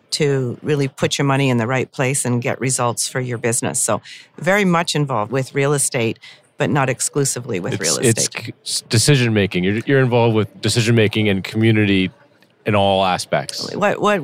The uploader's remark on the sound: Recorded at the Toronto Real Estate Forum